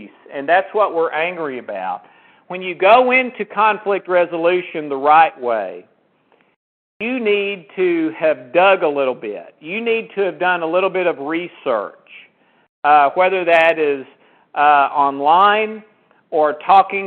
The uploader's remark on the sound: Please forgive the inferior sound quality, as this was a recorded conference call.